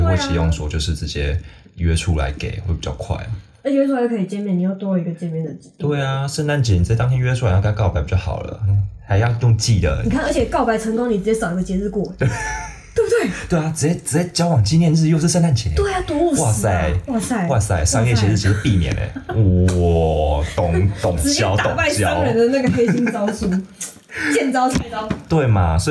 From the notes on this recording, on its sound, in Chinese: 整集真的很歡樂很吵。可惜的是錄音的時候沒注意到有信號干擾的情況，。